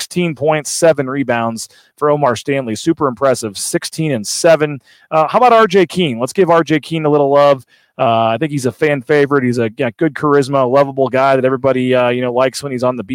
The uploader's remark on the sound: LIVE at ExtraMile Arena